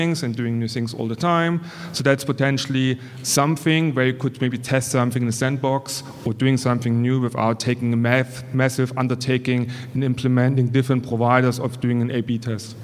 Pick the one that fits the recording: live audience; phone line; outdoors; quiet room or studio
live audience